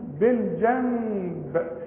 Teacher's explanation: فحنقلبها الميم ونخفيها بالشفايف ونغنها، نقول بالجنب · Term: قلبة